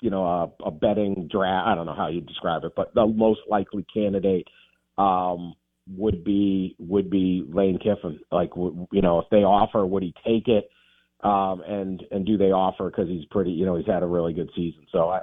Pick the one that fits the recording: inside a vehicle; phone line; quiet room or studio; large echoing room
phone line